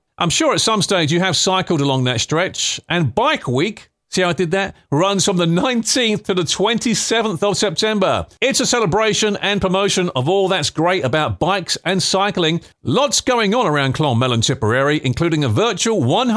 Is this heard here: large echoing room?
no